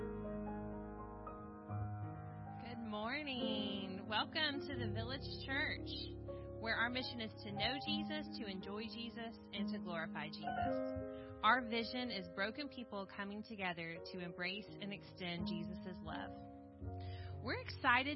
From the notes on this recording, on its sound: The Village Church - 2022/05/15 - Audio.